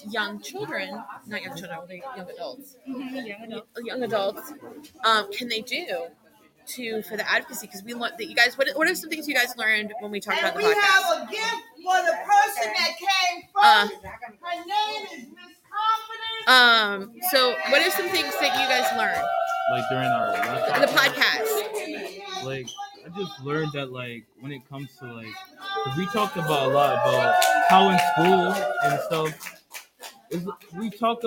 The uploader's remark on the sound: We are sharing the live recording from our 2022 Youth Symposium.